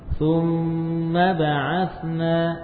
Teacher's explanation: Summa yang panjang gunnahnya. Adapun fathahnya jangan panjang. · Term: mim tasydid